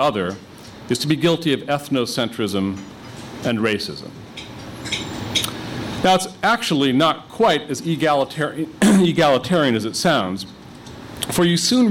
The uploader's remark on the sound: a conference held by The New Criterion and the Foundation for Defense of Democracies